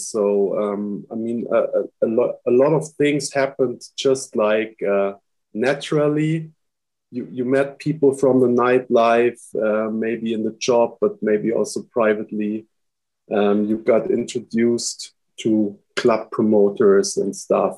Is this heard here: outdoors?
no